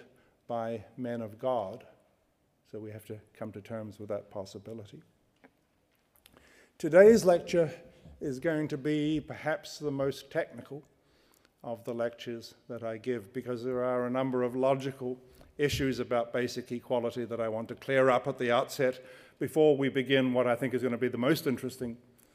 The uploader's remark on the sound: At the University of Edinburgh's Playfair Library.